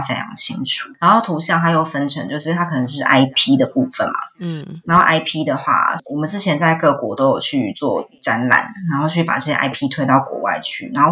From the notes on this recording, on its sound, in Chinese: 本集訪問有點現場環境音，還請見諒。